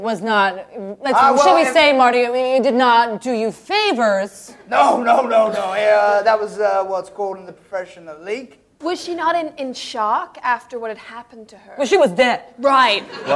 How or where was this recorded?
live audience